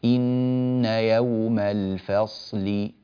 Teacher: أيضا الفصل لا تضم الشفتين في إخراج حرف الصاد، لا تقول إن يوم الفصل كان ميقاتا، لا، إن يوم الفصل هكذا، هذا بالنسبة لهذا الحرف.